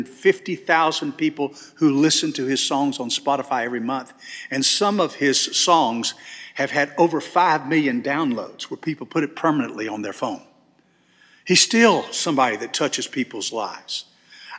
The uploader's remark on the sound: This sermon was delivered on October 29, 2023 at First Baptist Church Hendersonville, NC.